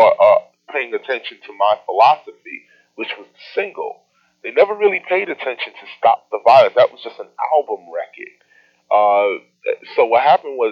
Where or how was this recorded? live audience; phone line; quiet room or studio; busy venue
phone line